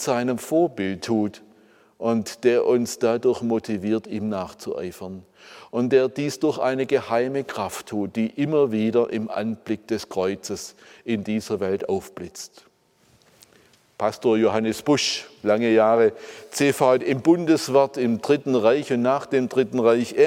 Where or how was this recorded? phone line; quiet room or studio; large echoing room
large echoing room